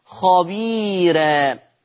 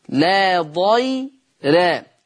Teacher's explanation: يرقق ورش الراء المفتوحة والمضمومة إذا كانت مسبوقة بياء